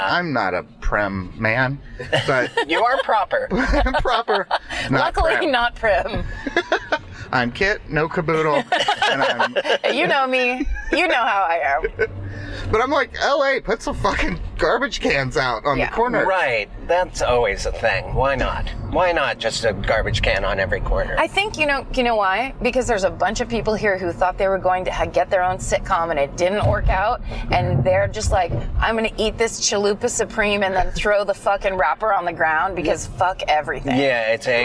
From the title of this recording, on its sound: In the Car